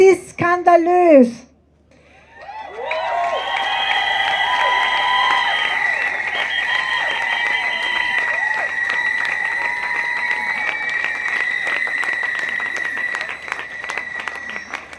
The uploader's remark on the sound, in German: Kundgebung vor …-Konzert in Wien. Rund 1200–1800 Personen demonstrieren in Wien vor dem …-Konzert gegen sexualisierte Gewalt. Unbearbeitete Aufnahme der Reden auf der Kundgebung (aus urheberrechtlichen Gründen ohne Musikbeiträge).